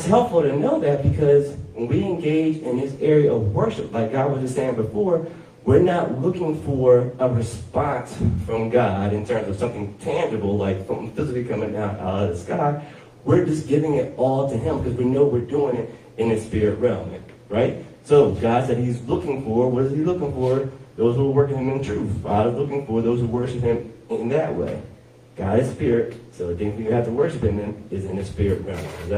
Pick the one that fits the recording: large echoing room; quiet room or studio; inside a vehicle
large echoing room